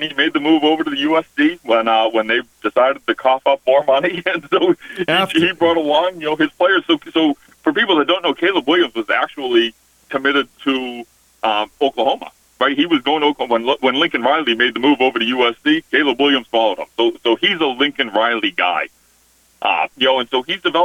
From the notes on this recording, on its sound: The callers are starting to fill the WKXL phone lines, and on the show today we heard from a few of them.